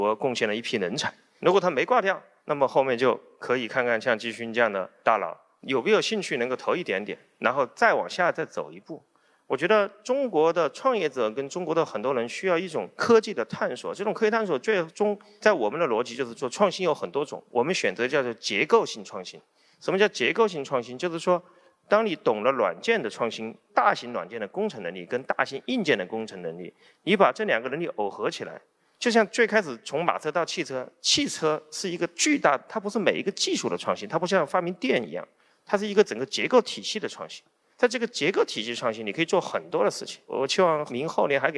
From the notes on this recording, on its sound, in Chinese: 本期创业内幕为GGV人民币基金年会上半场的现场实录